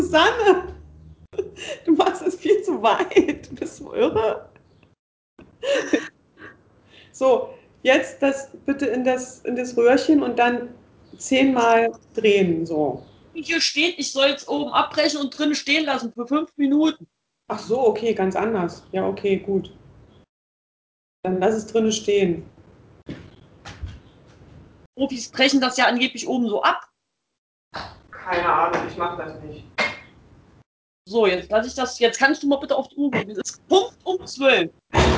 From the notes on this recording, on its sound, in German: Daher skypen meine Schwester und ich, nehmen das Ganze auf